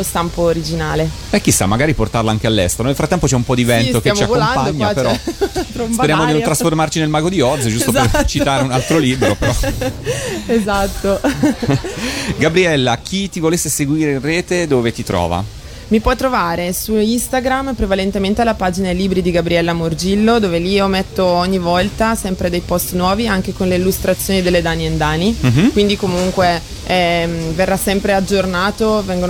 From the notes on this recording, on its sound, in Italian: Da Lucca Comics & Games 2019